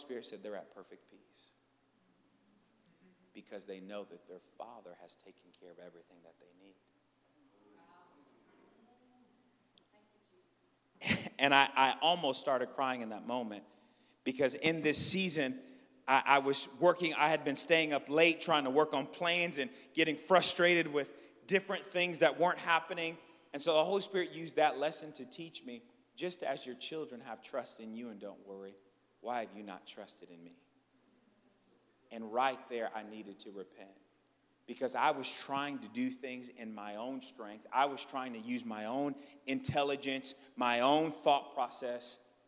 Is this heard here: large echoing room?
yes